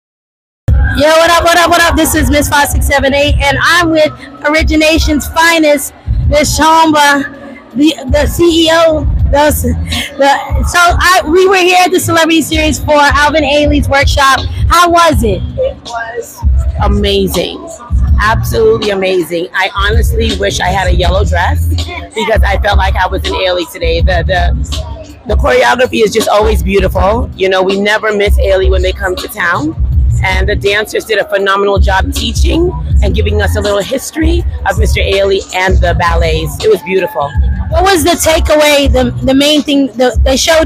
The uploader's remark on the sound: The Dancers Report Podcast goes LIVE at Alvin Ailey 's MOVEMENT WORKSHOP. LIVE On SPOT interview.